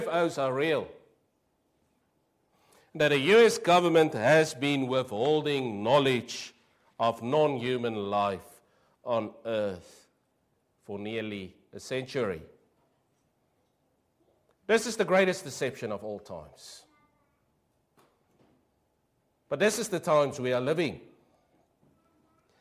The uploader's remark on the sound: Preached 06/08/23 AM service